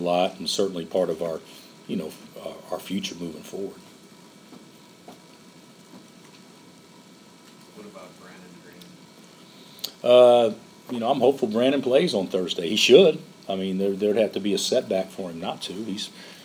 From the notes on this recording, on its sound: during a Monday afternoon press conference